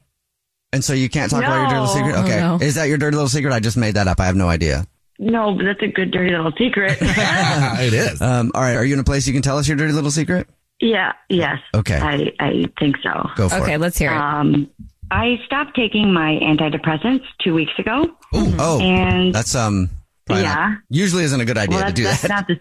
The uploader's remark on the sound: There is a woman on the phone.